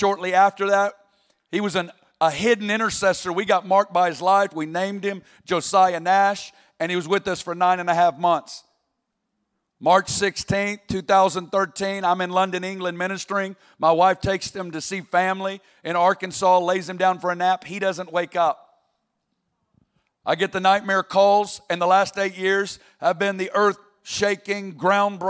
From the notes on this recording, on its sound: 2021 Burning Ones Convocation - Milwaukee. On opening night of our Convocation in Milwaukee.